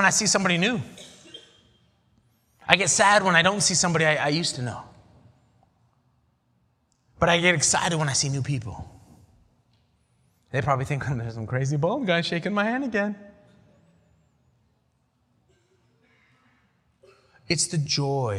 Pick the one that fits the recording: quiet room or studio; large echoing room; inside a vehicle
large echoing room